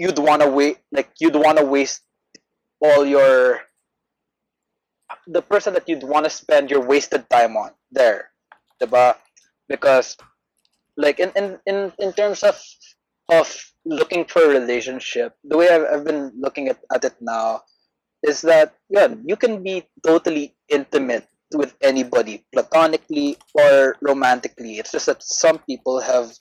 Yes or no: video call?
yes